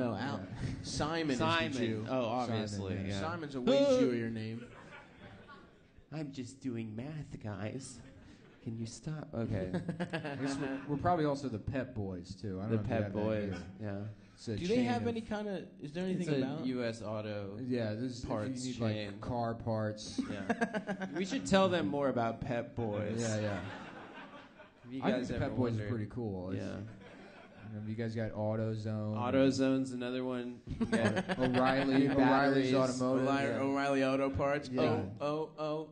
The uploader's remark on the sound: Brisbane (Live Show)